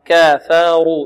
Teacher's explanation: الكاف هنا مرققة والفاء ماذا؟ مرققة، والراء مفخمة